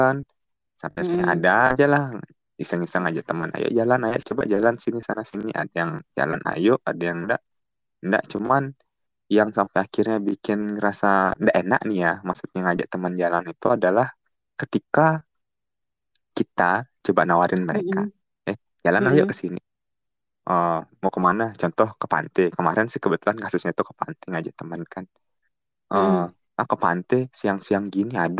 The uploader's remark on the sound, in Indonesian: Podcast ini direkam jarak jauh, mohon dimaklumi bila suara tidak stabil